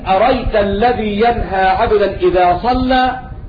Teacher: يحذف الهمزة التي هي عين الكلمة